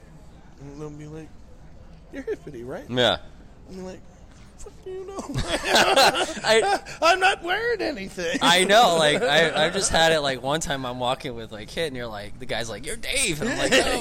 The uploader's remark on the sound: Live in Hillsboro, Oregon at Ron Tonkin Field, home of the Hillsboro Hops - High A Affiliate of the Arizona Diamondbacks.